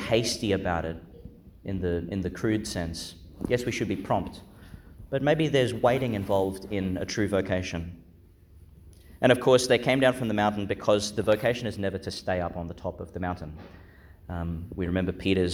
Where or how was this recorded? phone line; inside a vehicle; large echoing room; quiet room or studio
large echoing room